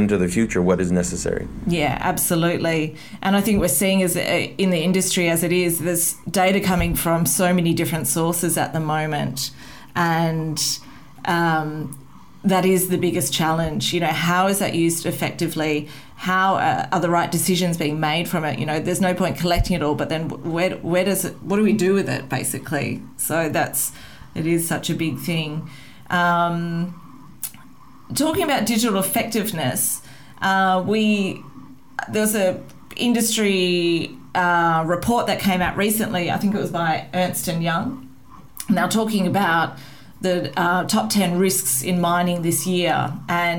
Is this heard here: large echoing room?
no